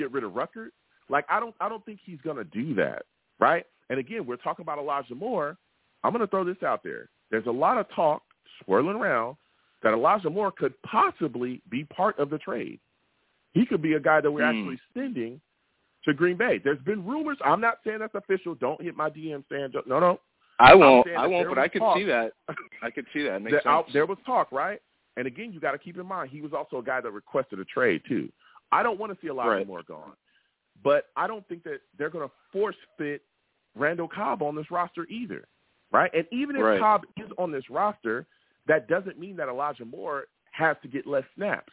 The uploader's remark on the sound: I take live callers!